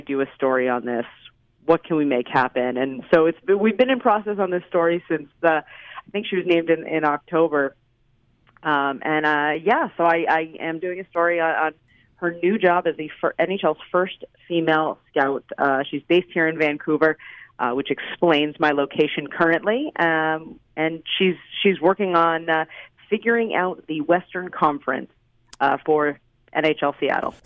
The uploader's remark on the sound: hops on the line from Vancouver